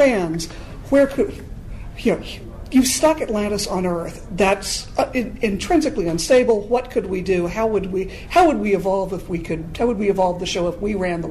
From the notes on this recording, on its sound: take the podcast to a recent panel at TimeGate con in Atlanta